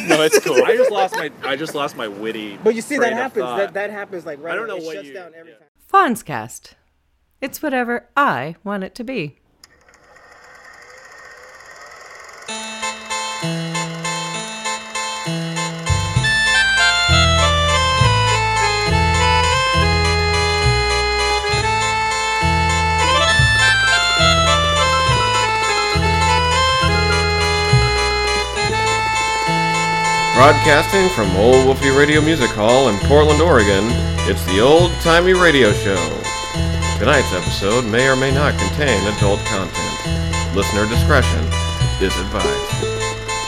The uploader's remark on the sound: This show was recorded entirely in the parking lot at his party. There's a huge number of people talking.